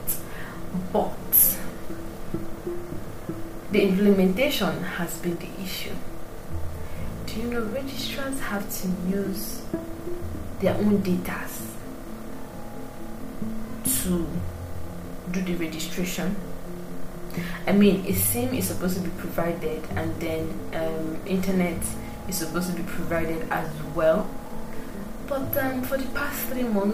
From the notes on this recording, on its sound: Apologies for the background sound. I guess it's my punishment for recording in the morning and not in the evening.